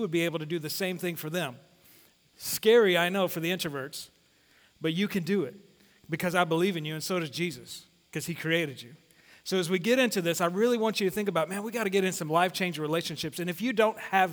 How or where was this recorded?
large echoing room